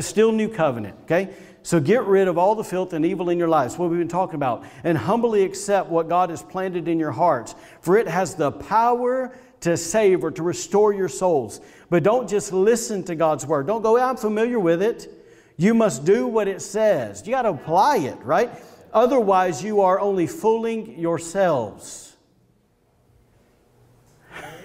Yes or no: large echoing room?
yes